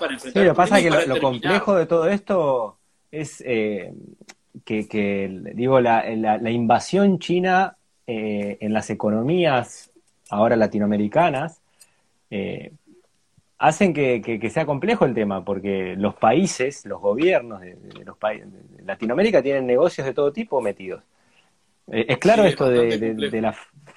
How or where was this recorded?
video call